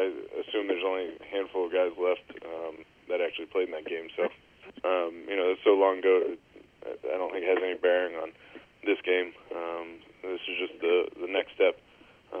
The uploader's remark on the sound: Addressed Reporters on Conference Call